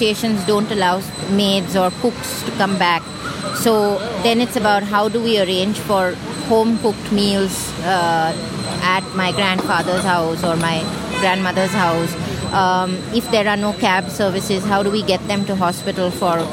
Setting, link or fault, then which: fault, sounds in the background